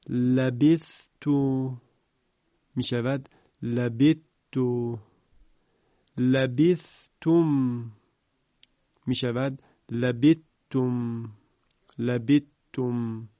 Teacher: در صورتی که حرف ثا ساکن باشه بعد هم حرف ت باشه ادغام صورت میگیره · Term: ادغام حرف ثاء